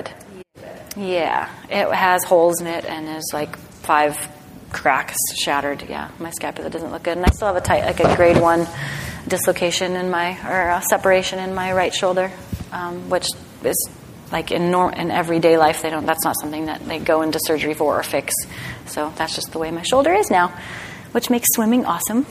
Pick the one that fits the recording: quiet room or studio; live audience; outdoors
live audience